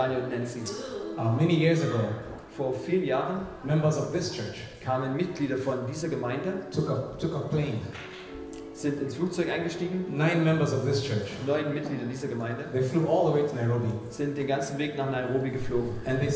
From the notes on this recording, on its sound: In this message preached at Mavuno Berlin